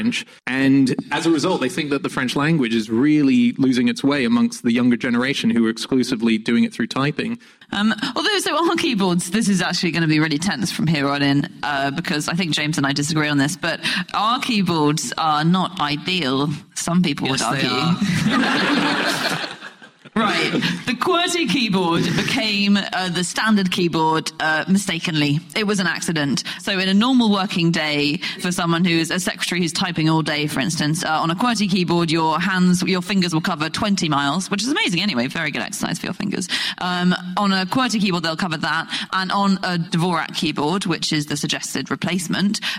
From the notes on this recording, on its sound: Live from the Gulbenkian theatre in Canterbury